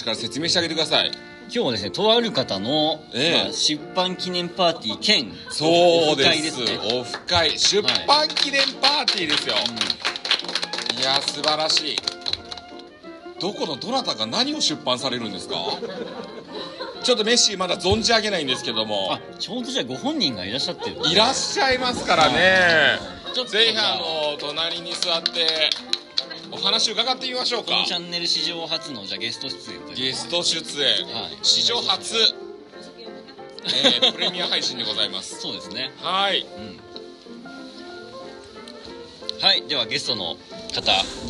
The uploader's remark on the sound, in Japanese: 西湖で開催されたあの方のオフ会にて収録した